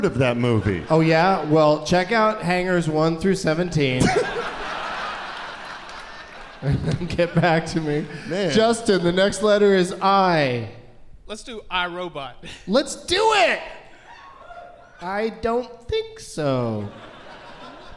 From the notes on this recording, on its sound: Live from the Variety Playhouse in Atlanta.